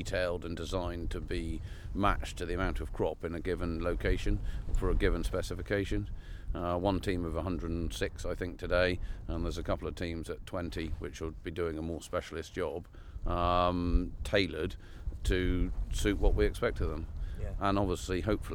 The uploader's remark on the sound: Live on Farm: Walking Fields of Gold in Cornwall.